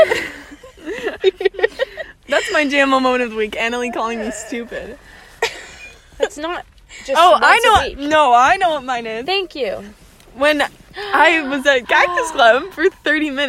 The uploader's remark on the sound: After a celebratory dinner we sit in the car.